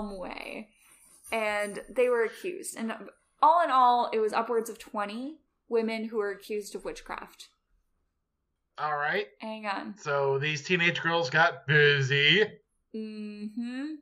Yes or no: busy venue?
no